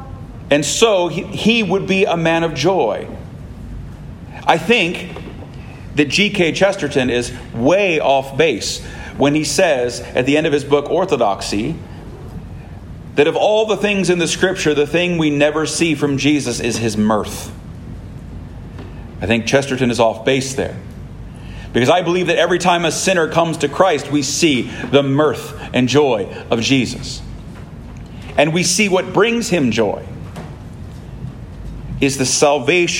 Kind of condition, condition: setting, large echoing room